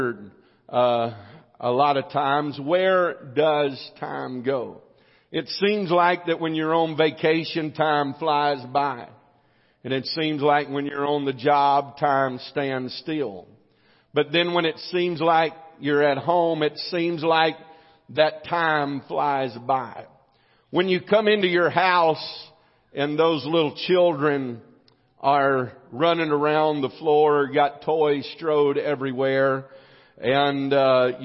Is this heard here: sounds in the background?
no